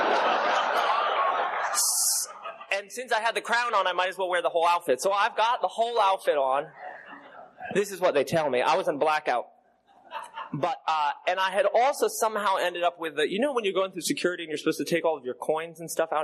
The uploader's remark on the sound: Telling his story at an unknown Roundup, I think this was recorded around 2016.